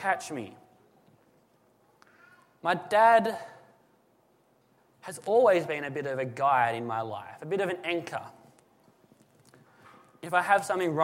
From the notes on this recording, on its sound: This is a sermon that was preached at Lismore SDA church on the 8 July 2017.